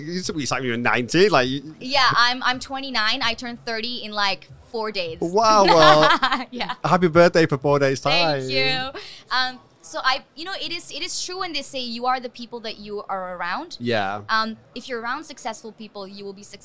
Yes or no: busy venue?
yes